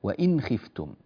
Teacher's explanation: النون الساكنة جاء بعدها حرف الخاء، وإن خفتم النون تظهر ولذلك كتب عليها هذا السكون، وإن تريدون أن نكبرها حتى نلاحظ لا بأس، ها انظروا بارك الله فيكم، ها النون عليها سكون، ها هو السكون، السكون هذا لا يوضع إلا في حالة الإظهار، في حالة ماذا؟